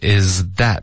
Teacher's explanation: 这个 z 的音舌尖要碰上齿，不能发 z, OK.